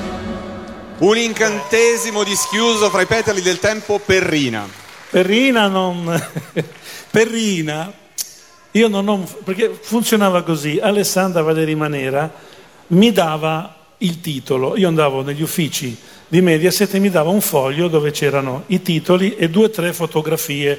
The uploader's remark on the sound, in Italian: Dal palco centrale di Lucca Comics & Games 2017.